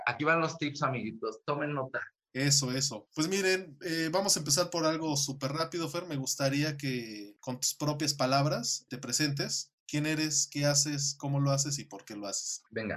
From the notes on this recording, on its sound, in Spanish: entrevisto vía zoom